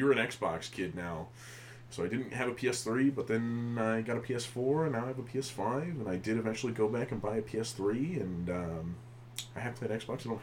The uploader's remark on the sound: Sorry about the audio being a little low! We were still kinda figuring things out.